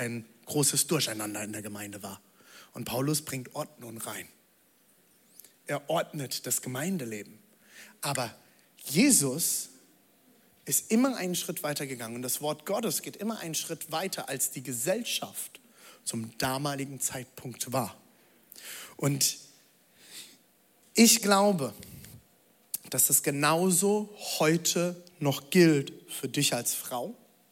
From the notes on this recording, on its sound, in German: Audiomitschnitt der Predigt